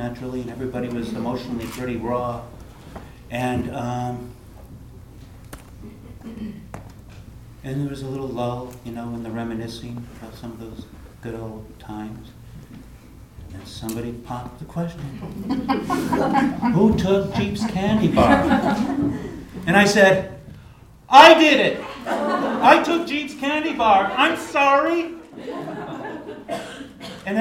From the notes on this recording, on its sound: on stage at Hipbone Studios for live storytelling with Portland Story Theater